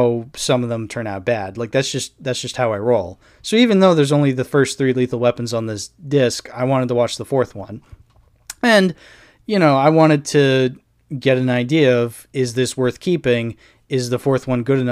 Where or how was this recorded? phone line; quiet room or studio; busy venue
quiet room or studio